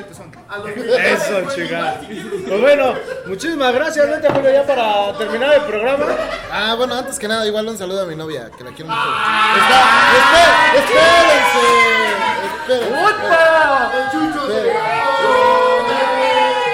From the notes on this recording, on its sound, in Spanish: EN VIVO DESDE EL MEXISNACKS